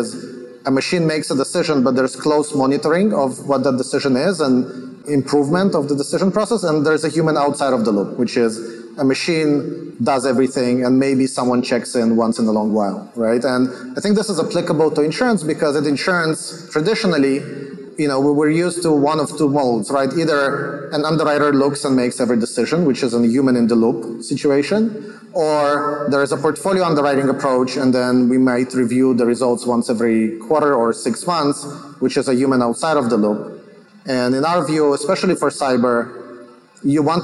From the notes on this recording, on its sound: on a panel at ITC Vegas 2022